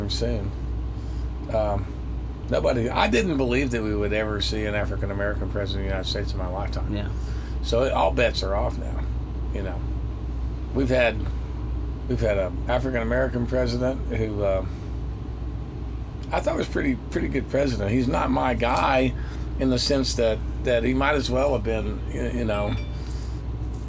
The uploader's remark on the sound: tour bus